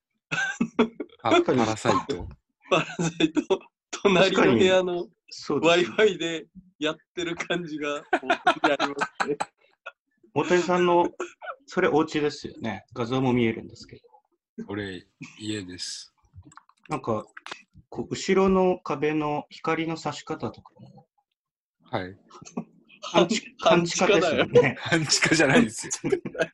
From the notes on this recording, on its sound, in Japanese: ３人で初ZOOM。収録地：それぞれの家（ZOOM収録）。